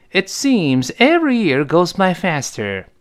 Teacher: 这里那个 t，当然失去爆破，因为它爆破音，后面 seems s 是另外一个辅音了